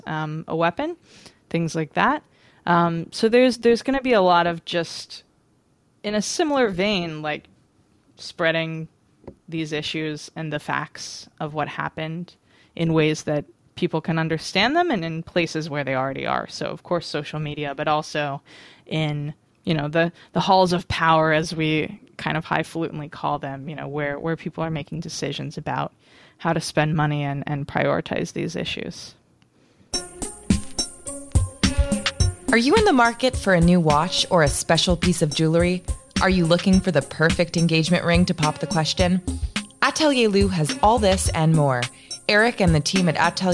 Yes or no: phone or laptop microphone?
no